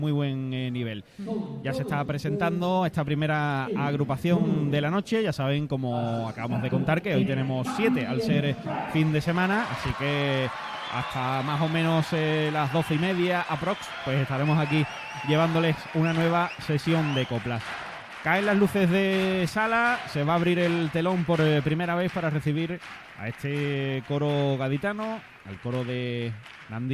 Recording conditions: live audience